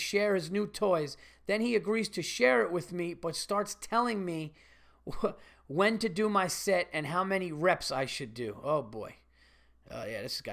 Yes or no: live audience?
no